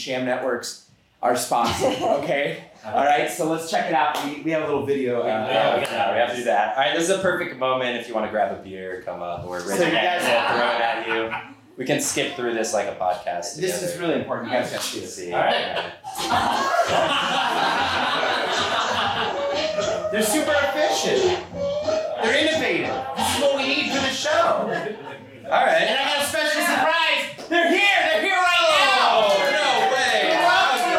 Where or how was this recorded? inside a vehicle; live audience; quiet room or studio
live audience